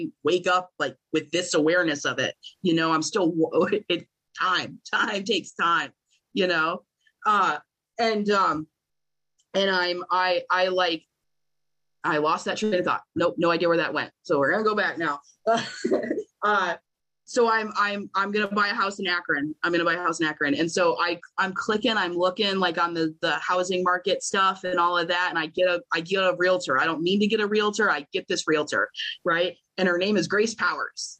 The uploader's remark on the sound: at the Magical Mystery Tour zoom meeting held in October of 2022.